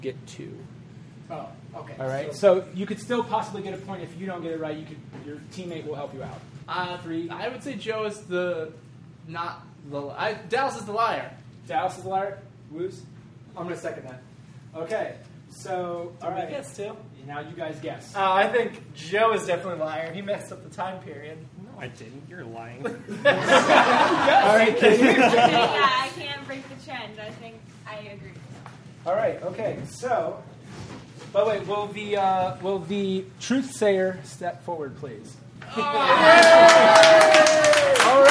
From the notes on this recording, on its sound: GBG Live as the team once again open up for the It’s All Been Done Radio Hour